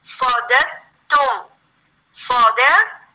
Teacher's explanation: هطلع عند مخرج الدال وهطلع على طول على التاء مش هفك مخرج الدال لأن أنا هدغمها في التاء